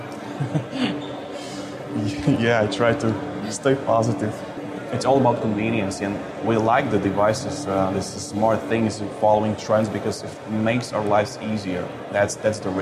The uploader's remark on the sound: TEISS caught up with them at Mobile World Congress last month in Barcelona.